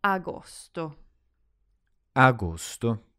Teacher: So it's A and not O. And gos, not gus.